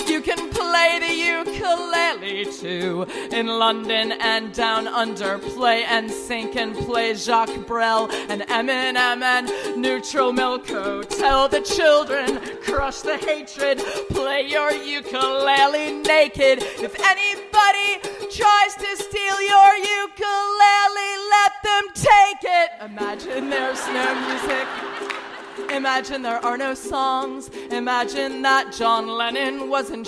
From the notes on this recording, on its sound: Dear Sugar: Live In Cambridge. In front of a live audience at First Parish Church in Cambridge, Massachusetts.